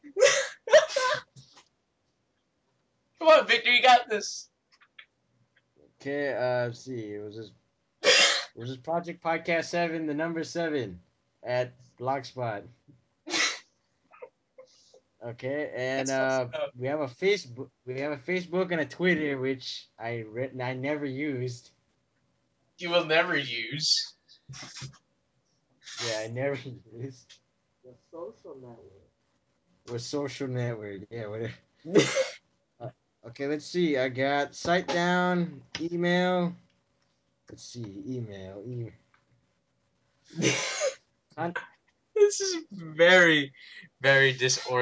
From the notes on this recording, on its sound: A long awaited 12th episode of our infamous dead skypecast.